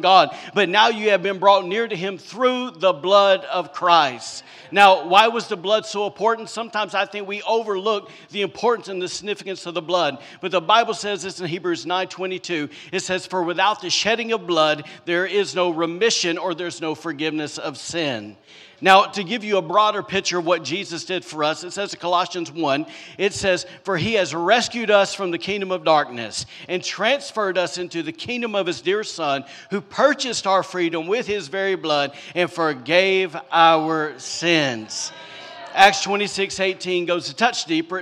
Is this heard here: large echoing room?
yes